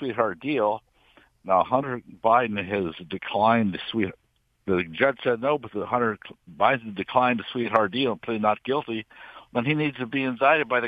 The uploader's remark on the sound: Open Phone Friday